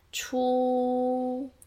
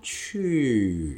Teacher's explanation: first tone, we can tell it's very high and stable. Stable, and fourth tone, like we said, it's a curve. Right. Okay, and there is a fade out at the end.